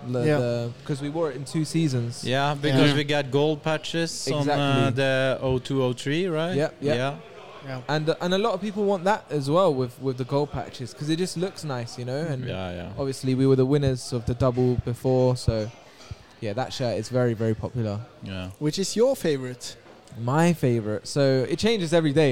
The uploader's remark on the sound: We sit down with the die hard supporter at Tollington Pub.